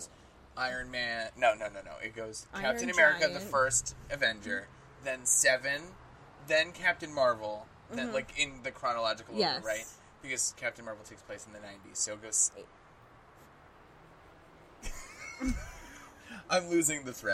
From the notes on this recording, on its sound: We experiment with a bad idea and record an episode in person outside.